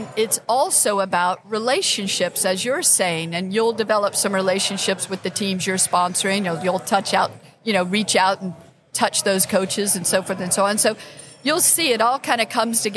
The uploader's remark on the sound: Live at the Collegiate Open. At Bonita Bay Club.